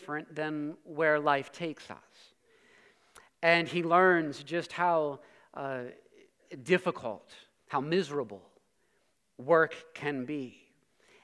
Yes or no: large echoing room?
yes